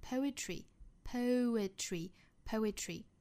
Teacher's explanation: 因为字母 O 的英音发法是双元音 O, O,之后再去加字母 E 的发音，这里是发成一个短元音 A